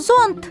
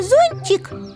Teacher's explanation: Зонт Т, твердый, а зонтик Ти, мягкий. Еще и слогов разное количество.